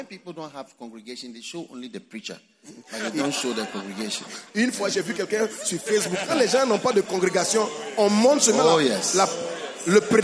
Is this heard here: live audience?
yes